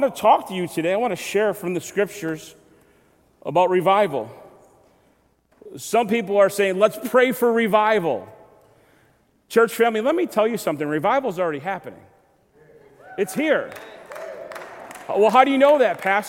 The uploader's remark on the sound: Recorded February 26, 2023, at Southtowns Christian Center.